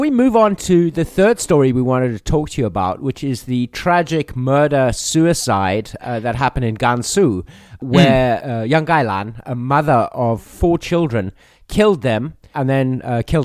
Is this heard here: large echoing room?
no